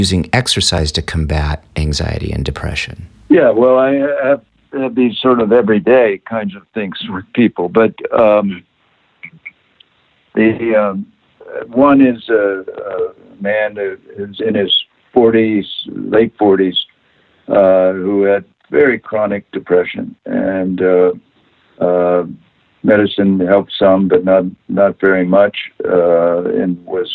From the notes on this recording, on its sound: via internet phone